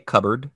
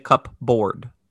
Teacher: when I say cupboard, I just skip straight to the B sound. · Shown in: first take · I do not say cupboard.